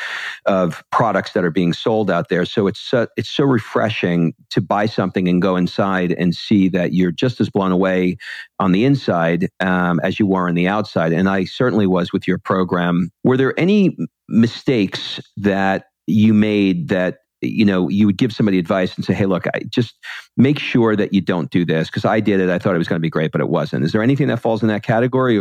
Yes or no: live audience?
no